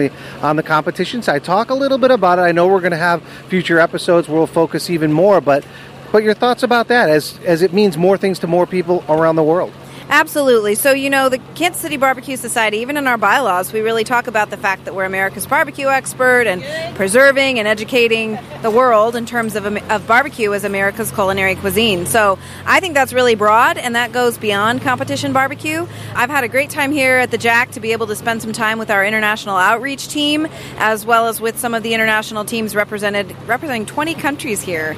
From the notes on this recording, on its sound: Live &#8220;On The Road&#8221; from The Jack Daniel&#8217;s World Championship BBQ Invitational. Live “On The Road” from The Jack Daniel’s World Championship BBQ Invitational.